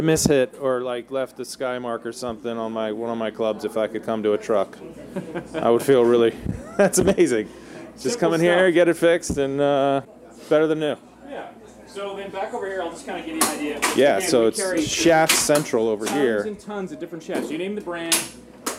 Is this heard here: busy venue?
yes